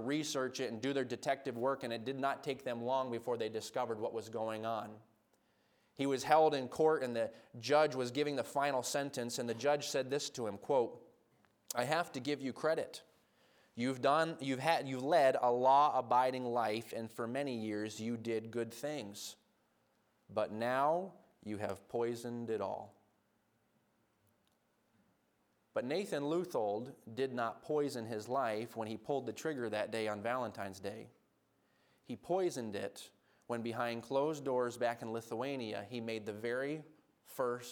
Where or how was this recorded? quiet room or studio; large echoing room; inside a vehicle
large echoing room